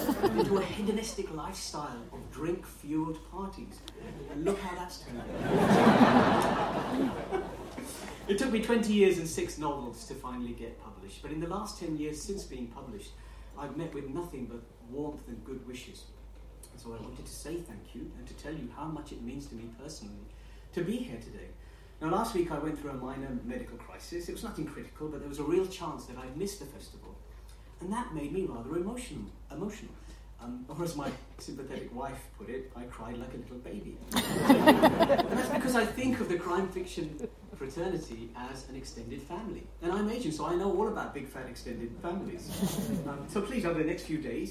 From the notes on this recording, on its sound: report from the Harrogate Theakston Old Peculier Crime Writing Festival 2023